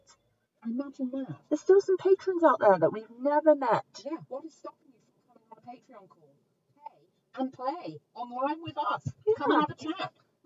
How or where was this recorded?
inside a vehicle